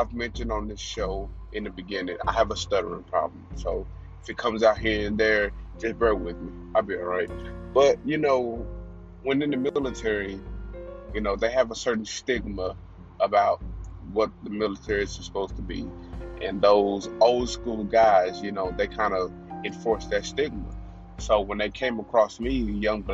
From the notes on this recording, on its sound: The audio is a little crappy but I’ll was in traffic